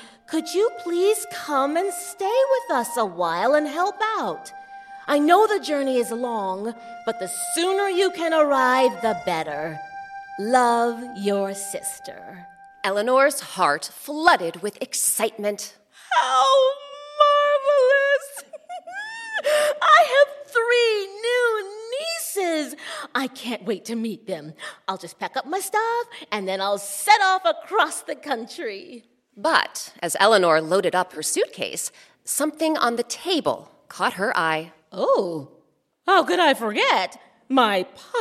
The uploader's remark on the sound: Recorded live at Round House Theatre in Bethesda, MD.